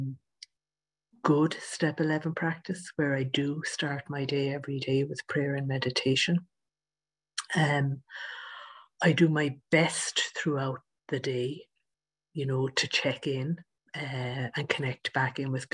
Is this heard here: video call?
yes